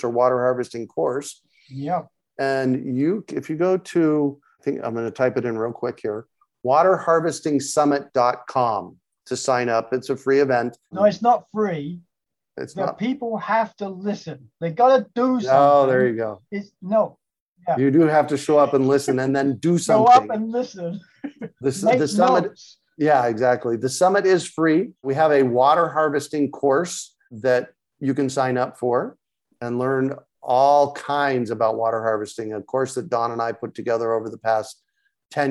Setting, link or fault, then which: link, video call